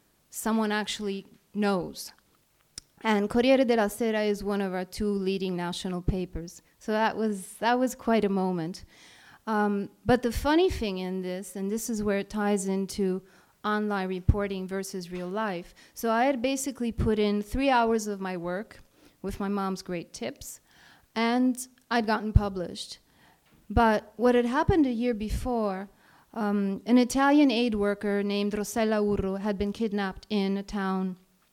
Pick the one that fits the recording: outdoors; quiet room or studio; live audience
live audience